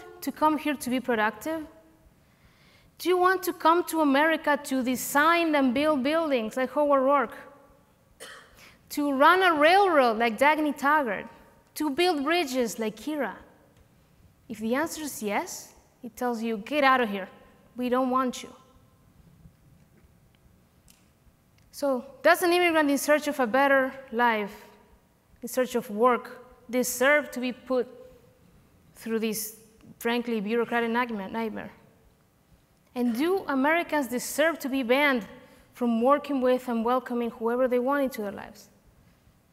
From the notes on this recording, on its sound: Recorded live at OCON 2023.